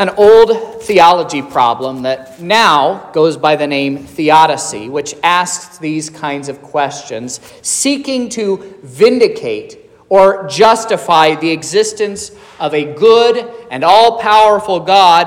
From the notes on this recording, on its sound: This is the sermon preached at Trinity Lutheran Church in Vallonia, Indiana, on Sunday, April 2nd, 2023, which was Palm Sunday.